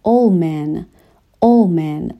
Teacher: وقتی که تند تلفظ بشه میشه old man، دیگه اون دی تلفظ نمیشه چون ما یک حرف بی صدا رو داریم، ال حرف یکی مونده به آخر کلمه old هستش و بعد از اون دی رو داریم و کلمه بعد هم باز با یک حرف بی صدا شروع میشه، پس دیگه دی رو تلفظ نمی کنیم.